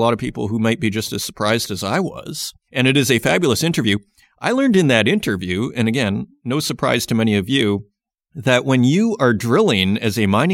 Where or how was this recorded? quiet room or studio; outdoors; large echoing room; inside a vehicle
quiet room or studio